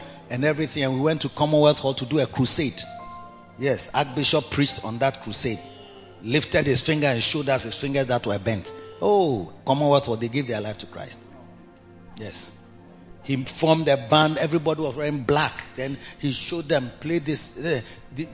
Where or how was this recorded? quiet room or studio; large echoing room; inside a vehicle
large echoing room